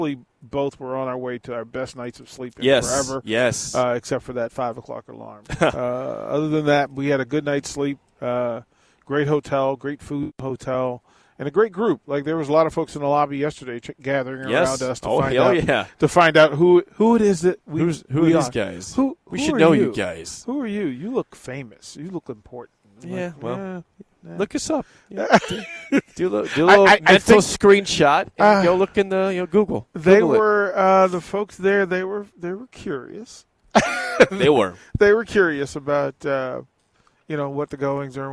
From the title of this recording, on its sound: LIVE from BIG Media Days...